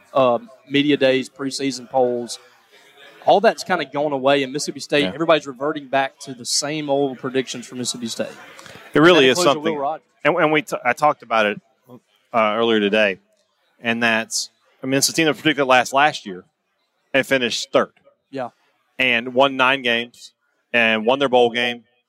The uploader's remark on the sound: report live from Radio Row in Nashville as Media Days kicks into full gear